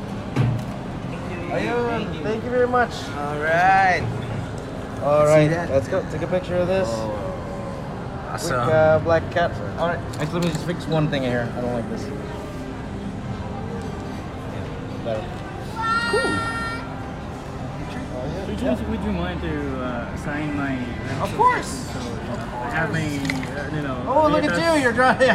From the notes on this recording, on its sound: Visit to the Philippines, while having a mini fan meet at DC Superheroes Cafe in SM Mega Mall.